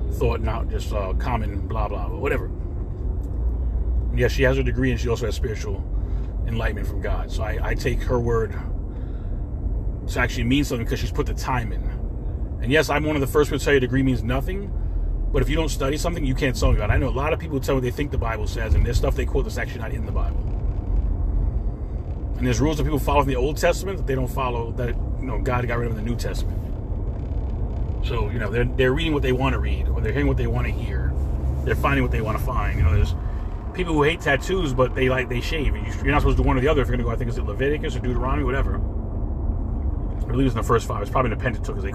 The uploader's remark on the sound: In this CarCast